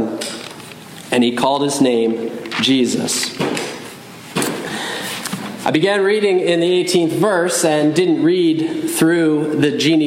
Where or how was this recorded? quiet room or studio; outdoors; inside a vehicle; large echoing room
large echoing room